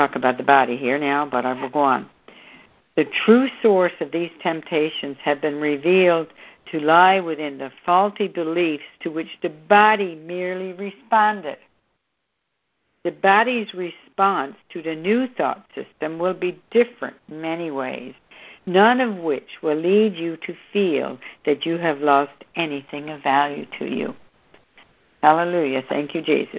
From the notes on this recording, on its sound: Students are joining together on a Free Conference Call to study A Course of Love [ACOL].